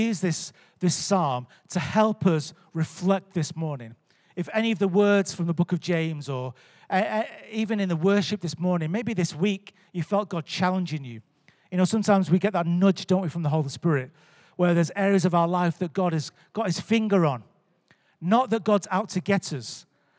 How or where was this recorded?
live audience